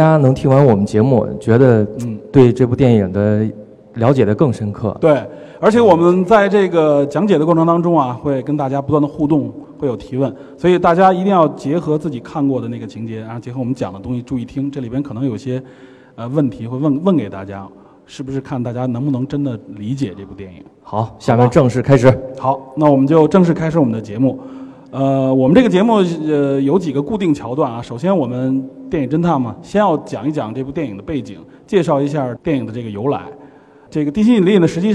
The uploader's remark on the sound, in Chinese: 在科技馆的四层航天科技展区现场做了一期现场讲解版的电影真探节目。主要面向全国各地的中小学生及老师和家长，做一次包含互动的现场电影真探秀。这次是第一次对这几百人的大中小观众边聊边互动。